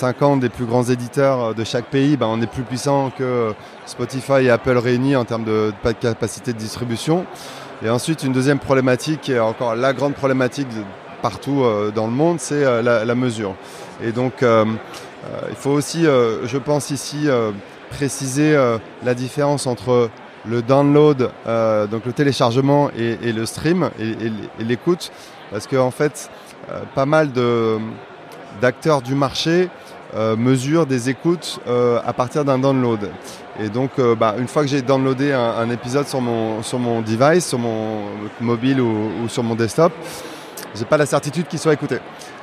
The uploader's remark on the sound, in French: Episode spécial enregistré live au Podcast Show 2023 de Londres. This is a special episode of 2goodmedia recorded at the 2023 Podcast Show in London, which is the largest international podcast industry festival in its second edition. Enregistrée lors du London Podcast Show.